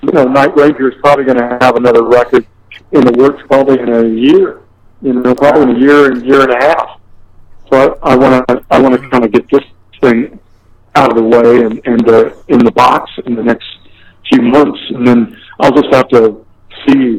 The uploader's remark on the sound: on the phone for a chat